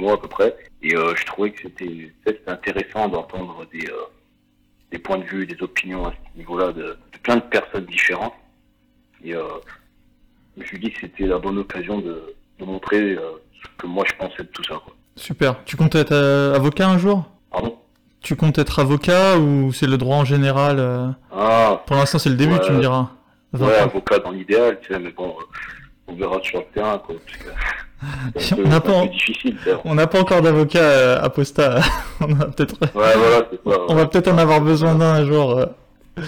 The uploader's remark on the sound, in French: je tiens à m'excuser pour la qualité sonore de l'épisode, enregistré dans des conditions rocambolesques